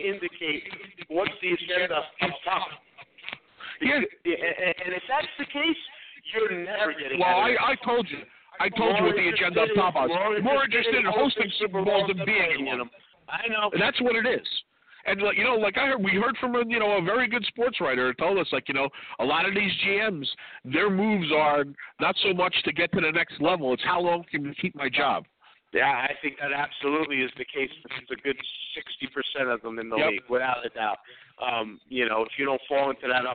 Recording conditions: busy venue